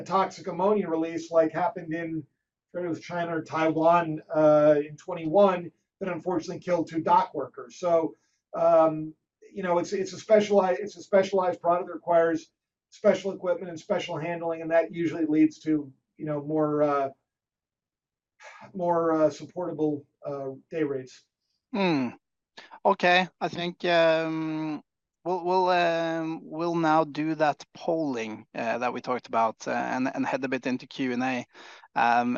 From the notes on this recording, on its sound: LPG Shipping Sector Webinar